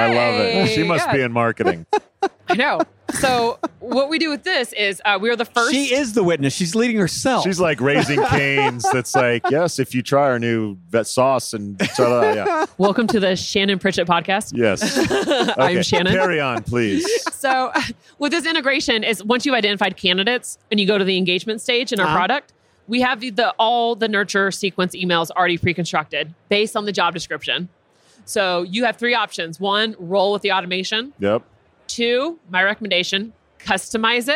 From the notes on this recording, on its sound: Live from UNLEASH America in the Workhuman booth